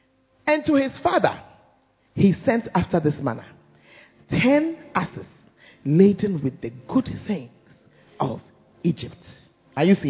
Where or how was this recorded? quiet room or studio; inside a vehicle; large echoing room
large echoing room